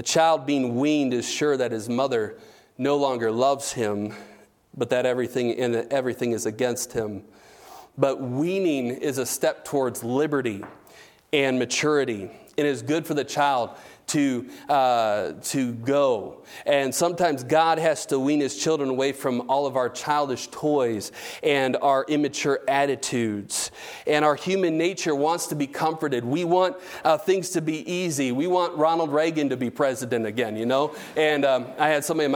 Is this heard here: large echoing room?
yes